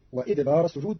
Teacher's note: ومن الليل فسبحه وأدبار السجود. قرأ قالون كلمة وأدبار بكسر الهمزة، فتصير وإدبار السجود على أنه مصدر أدبار.